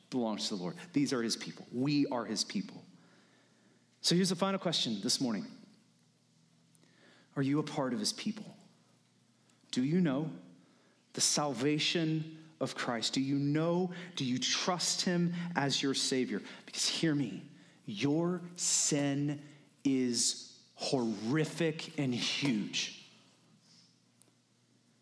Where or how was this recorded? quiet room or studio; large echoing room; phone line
large echoing room